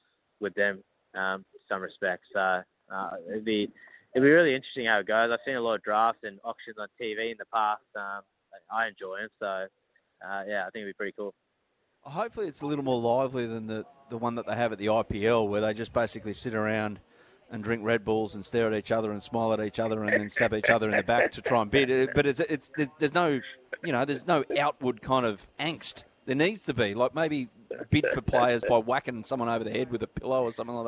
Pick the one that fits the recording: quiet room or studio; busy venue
busy venue